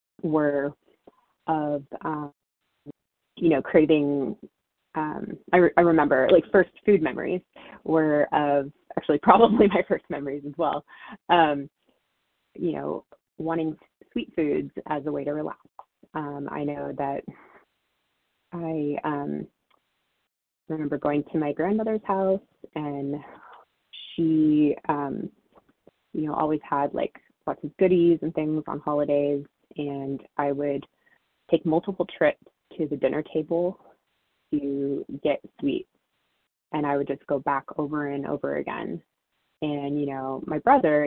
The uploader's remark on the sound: 100 Pounders Phone Meeting